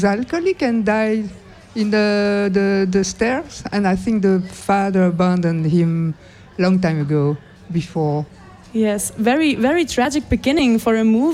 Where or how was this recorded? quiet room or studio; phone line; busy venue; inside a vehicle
busy venue